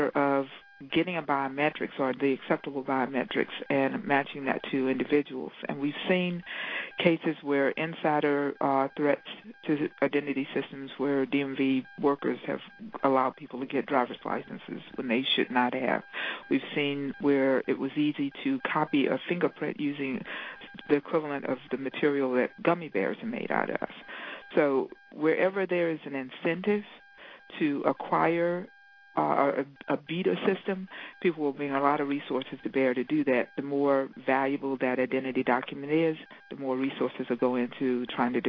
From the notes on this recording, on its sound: Rights Working Group held a conference call with experts on e-verify and privacy.